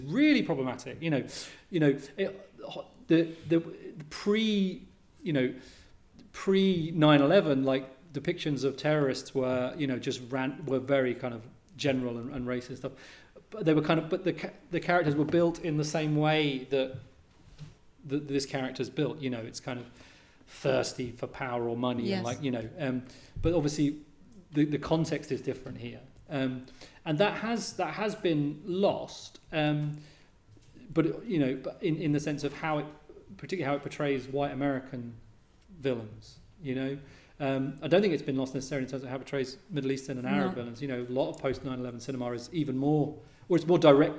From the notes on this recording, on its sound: Screened for the Film at Falmouth 2019 Freshers audience at The Poly in Falmouth. Co-hosting the live event.